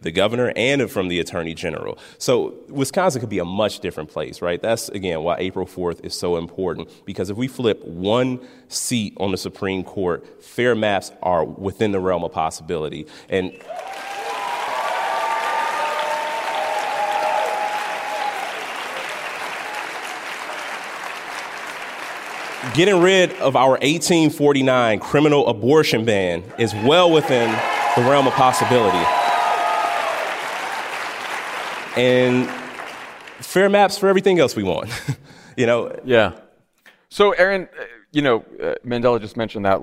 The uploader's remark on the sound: Live from Wisconsin!